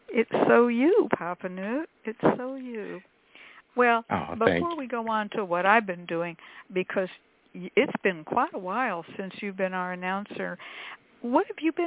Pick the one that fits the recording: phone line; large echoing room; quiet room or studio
phone line